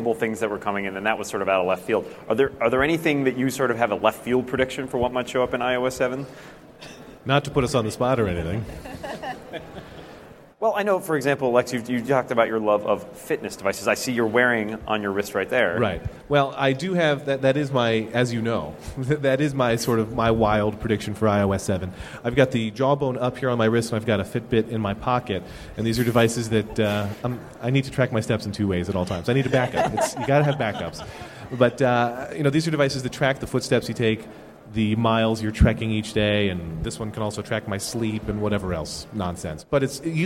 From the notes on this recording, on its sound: A panel at Macworld|iWorld 2013.